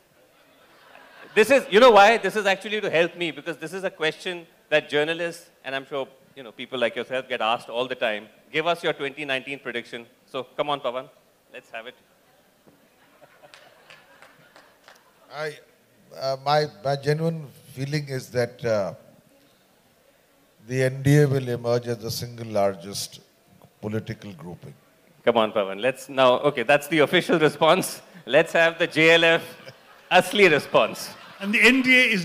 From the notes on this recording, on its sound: A "byte" from Jaipur Literature Festival 2022!